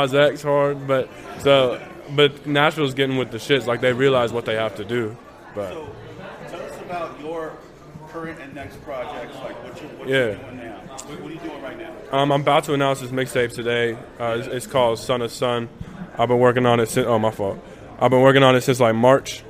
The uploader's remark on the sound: Recorded at South Sixth Bodega. Tucson.